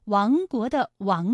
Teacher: 亡国的亡字它也是一个后鼻音，韵母是昂